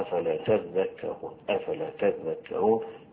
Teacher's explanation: حيقرؤوها أفلا تذكرون، أفلا تذكرون بالإدغام والتشديد فيه أفلا تذكرون، والمعنى أصلها أفلا تتذكرون فأدغمت التآن فيها فبقت تذكرون وتذكرون أفلا تذكرون.